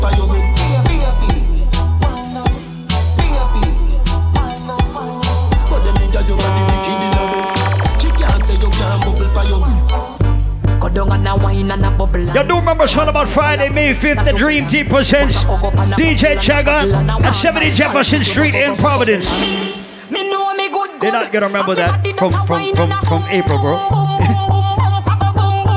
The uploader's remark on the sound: Live audio recording of my set at island saturdays on march 11